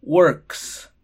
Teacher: No hay vibración acá en su cuello. Entonces decimos la S como un S. Ya no es como una zetita, sino es solamente aire.